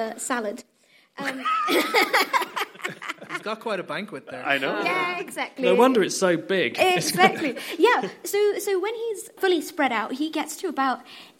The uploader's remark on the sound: Hear what went on at our live event recorded back on 11th March for the 2020 Cambridge Science Festival